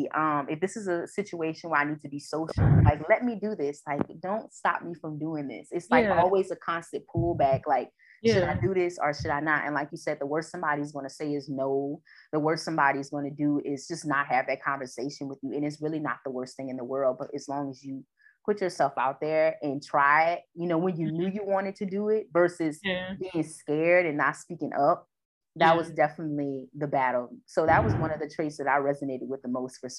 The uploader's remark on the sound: I apologize for any confusion audio glitches in advance as I was learning to record from different locations.